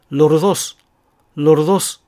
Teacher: 弾き音のエレの発音になることがあります